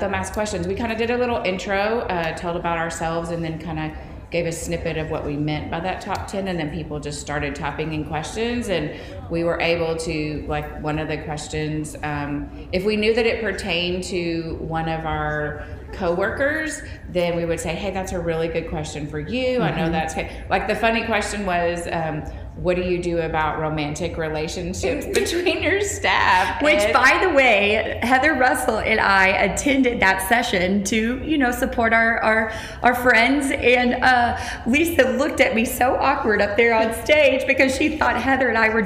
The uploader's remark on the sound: Live from TCEA. This episode is coming to you live from Dallas as they attend the TCEA conference.